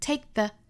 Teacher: take 尾部的 k 呢，我们就不把它发出来啦，不爆破出来，而是摆出发音的口型